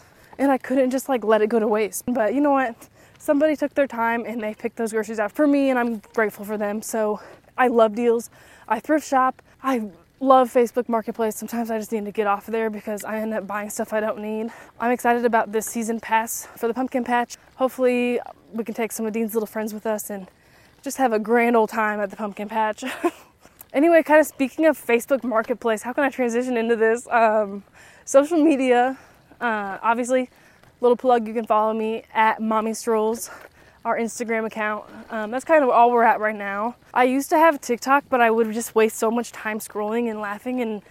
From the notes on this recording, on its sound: Come stroll with me as I walk and talk